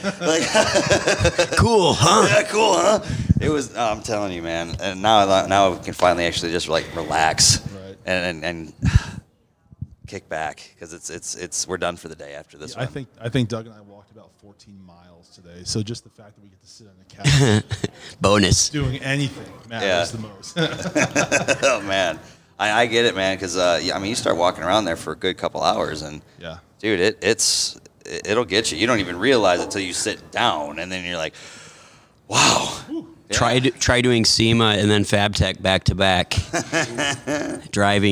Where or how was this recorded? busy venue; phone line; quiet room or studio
busy venue